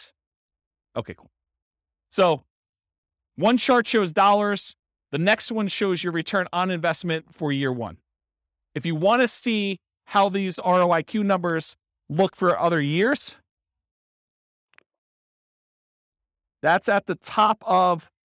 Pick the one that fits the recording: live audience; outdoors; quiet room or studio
live audience